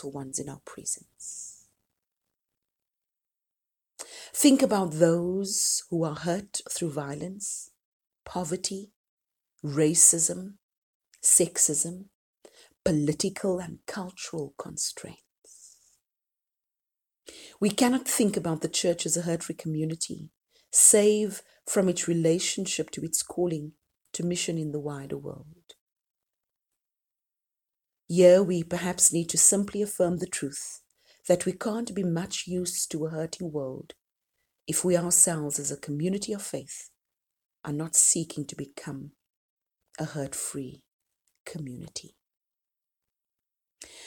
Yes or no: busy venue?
no